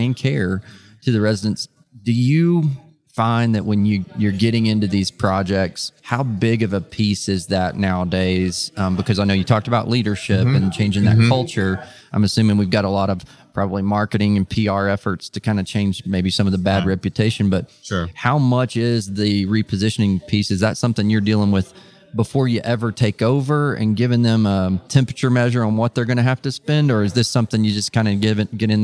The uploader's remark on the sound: This episode was recorded at ASHA Mid-Year Meeting.